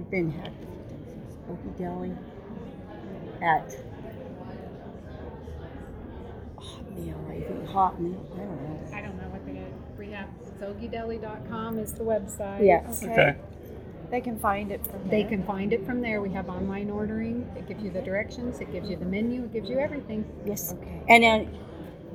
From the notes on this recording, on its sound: 39th Annual Cowboy Poetry Gathering - The Vendor Walk. We tried to record during our annual shopping spree of the vendors setup in the Conference Center, and the background noise mostly washed out the conversations we had with the many talented vendors. Here you go, the best we could edit.